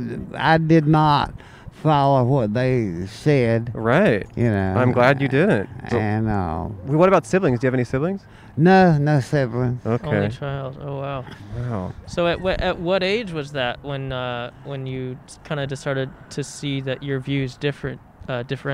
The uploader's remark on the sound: We recorded an episode at a park for dogs! Recorded on 12/30/20 at the South Pawsadena Dog Park in South Pasadena, California.